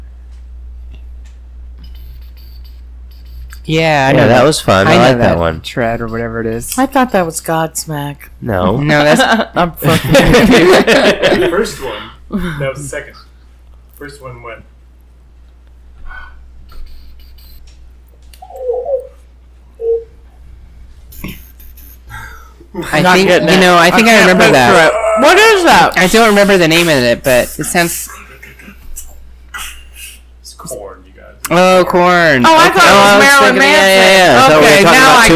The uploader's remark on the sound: This one is a bit rough. It was dark and the audio needed a lot of work.